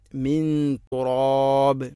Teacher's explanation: ഖലഖക മിൻ തുറാബ് ഇഖ്ഫാവും ബിഗുന്ന. സുക്കൂനുള്ള നൂനിന് ശേഷം ത അവിടെ നൂനിനെ അവ്യക്തമാക്കി മണിക്കണം.